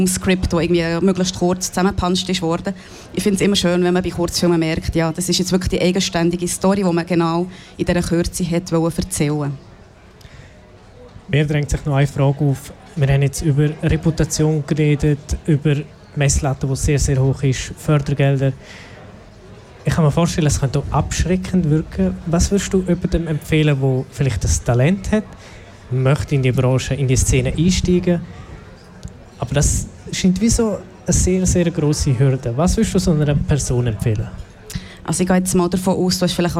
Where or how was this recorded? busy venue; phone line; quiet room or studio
busy venue